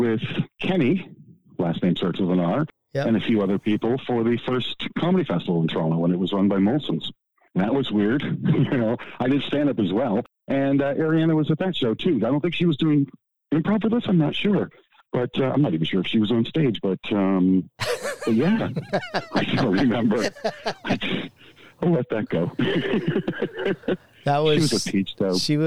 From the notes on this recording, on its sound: I apologize on the guest's voice quality as it was done over the phone.